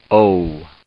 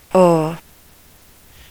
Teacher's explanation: Notice that it was rounded into an OO sound at the end. · Shown in: first take